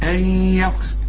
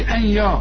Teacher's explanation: النون اللي بعدها الياء، الياء من حروف الإدغام، النون بتخش في الياء · Shown in: first take